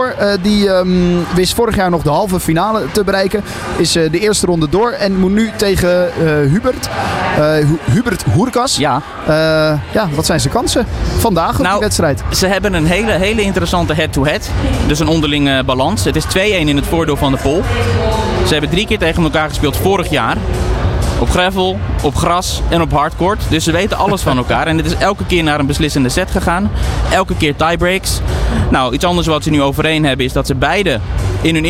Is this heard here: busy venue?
yes